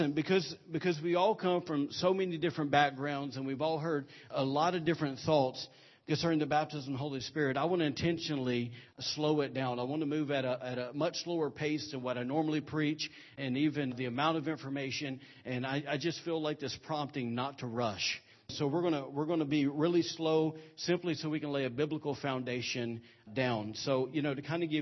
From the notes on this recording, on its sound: recorded on Sunday, February 12, 2017 during Sunday morning service at Celebration Life Family Church